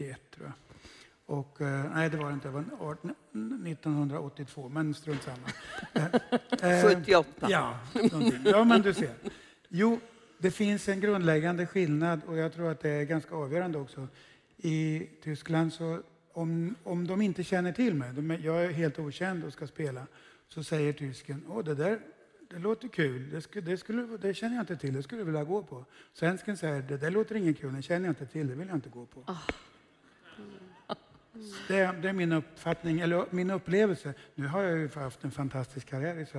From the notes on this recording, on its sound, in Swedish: Inspelat live på stora scenen inför publik på Musikaliska Kvarteret. När Scendödsfestivalen hölls.